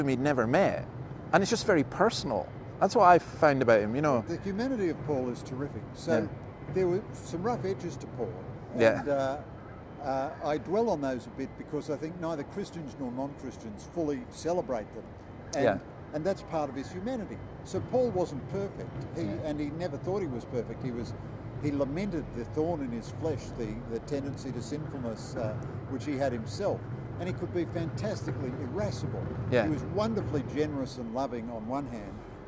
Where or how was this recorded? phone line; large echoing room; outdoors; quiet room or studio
outdoors